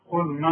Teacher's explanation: النون دائما مرققة، والمد كمان بتاعها مرقق